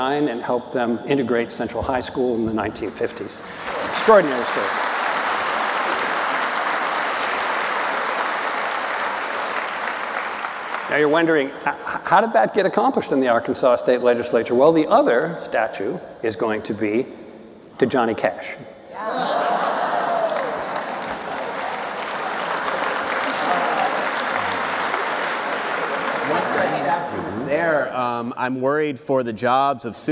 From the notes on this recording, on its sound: Recorded in front of a live audience at the National Constitution Center in Philadelphia.